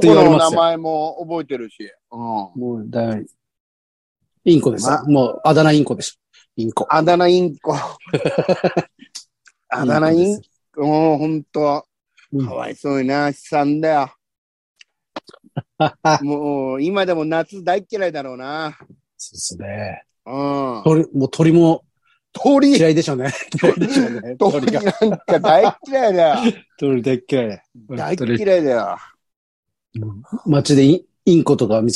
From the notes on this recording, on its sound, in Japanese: ZOOMで収録